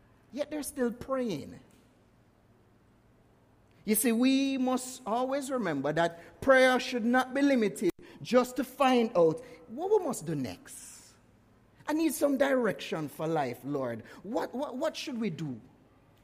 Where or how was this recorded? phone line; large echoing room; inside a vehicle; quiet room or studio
large echoing room